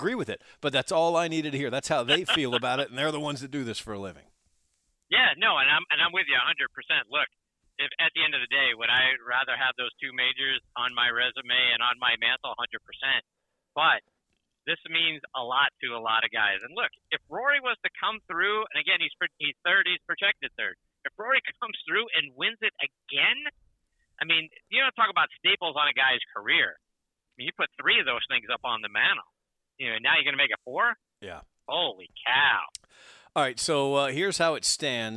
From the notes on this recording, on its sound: calls in Live from the BMW Championship